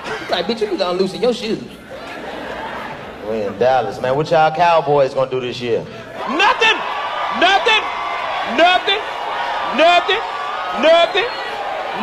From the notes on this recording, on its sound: In the first sold out show from the Bomb Factory. Give the audience a chance to collab on the track!